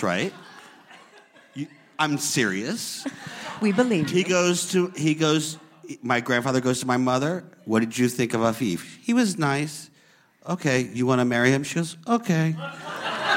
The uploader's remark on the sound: LIVE from the Garry Marshall Theatre. Onstage.